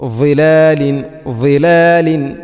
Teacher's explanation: ഇന്നൽ മുത്തഖീന ഫീ ളിലാലിൻ ഫീ ളിലാലിൻ വ ളിലാൽ, ത്വാഇന പുള്ളിട്ട ദ്വാദ് ഉച്ചരിക്കുമ്പോൾ നാവിൻ്റെ അറ്റം മുൻപല്ലുകളുടെ ഇരുനിരകൾക്കിടയിൽ അല്പം നേരിയ തോതിൽ പുറത്തോട്ട്, അതോടൊപ്പം നാവിൻ്റെ മധ്യഭാഗം മേലണ്ണാക്കിലോട്ട്. അപ്പോൾ ളിലാലിൻ ളിലാലിൻ ഈ രൂപത്തിലാണ് ഉച്ചരിക്കേണ്ടത്.